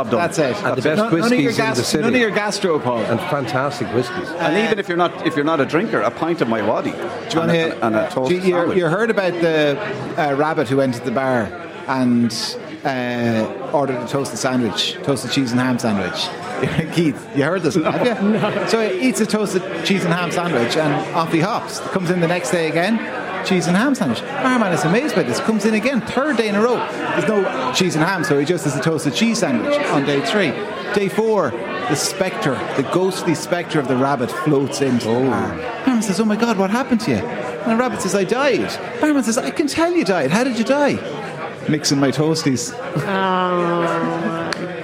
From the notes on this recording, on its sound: The Hard Shoulder is LIVE from The Palace Bar on Fleet Street in Dublin.